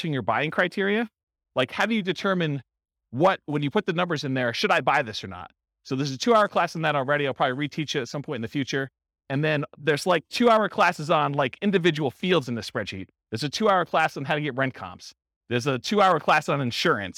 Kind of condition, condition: setting, live audience